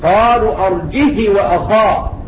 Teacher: وقرأ قالون بكسر الهاء مع القصر